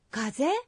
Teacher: Quand on dit « kaze » avec une intonation montante, cela devient une question